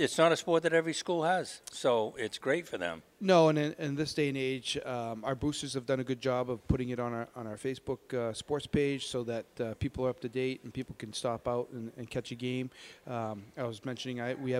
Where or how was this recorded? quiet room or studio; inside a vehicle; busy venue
busy venue